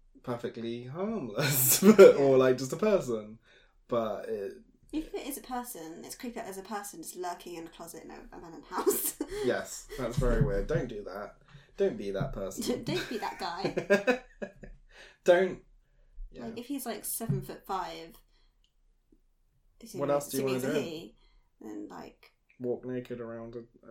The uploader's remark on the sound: APOLOGIES ONCE AGAIN FOR AUDIO.